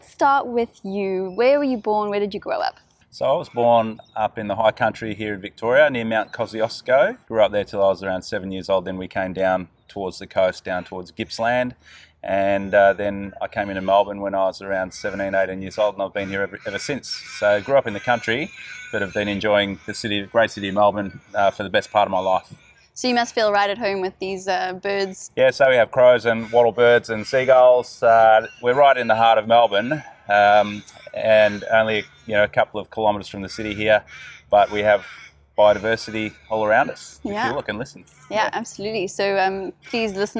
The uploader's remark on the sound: We decided to record this episode outside. Pop up urban garden in the car park of his inner city offices. For those listeners out there who haven’t had exposure to your typical inner city Australian birdlife, apologies in advance, they do settle down after a while…